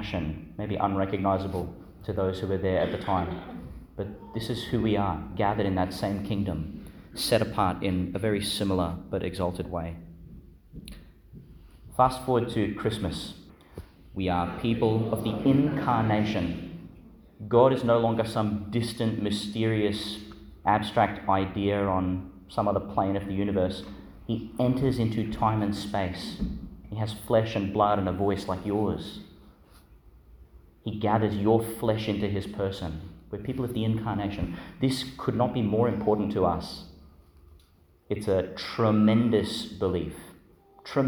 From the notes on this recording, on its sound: Homily for the Solemnity of Pentecost, 2022, delivered in Our Lady to Star of the Sea, Qld.